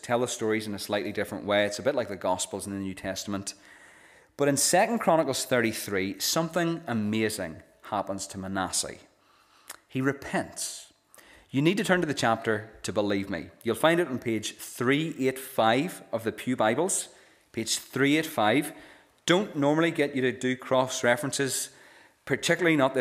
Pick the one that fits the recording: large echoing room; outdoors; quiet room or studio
large echoing room